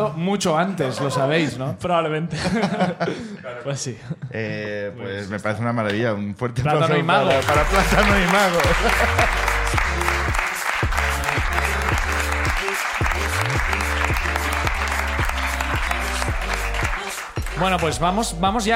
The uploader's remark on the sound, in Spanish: El público de La Llama